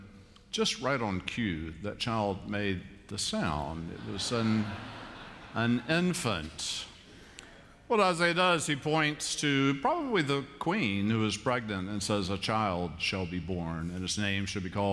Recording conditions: large echoing room